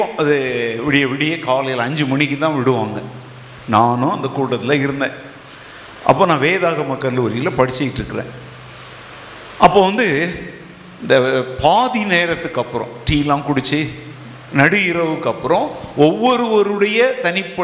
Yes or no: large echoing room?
yes